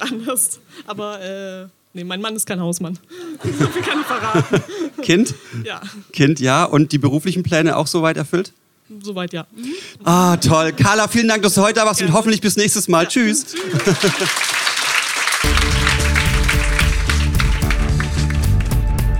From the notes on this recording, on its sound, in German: Auswahl der Beiträge von der „texte von gestern“-Liveshow am 27.04.2019 in der Yoko Bar, Hamburg. Heißen Dank an die Yoko Bar, unser tolles Publikum.